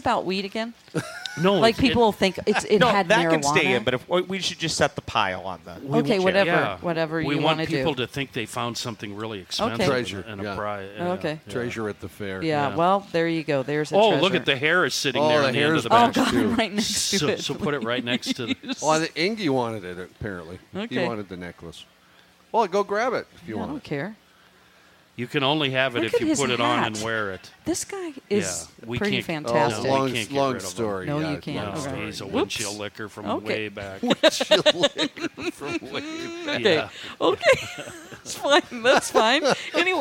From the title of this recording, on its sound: from the Minnesota State Fair